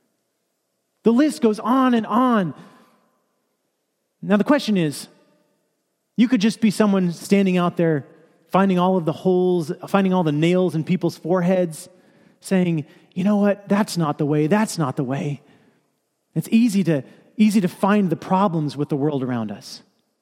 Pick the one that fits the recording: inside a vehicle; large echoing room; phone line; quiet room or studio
large echoing room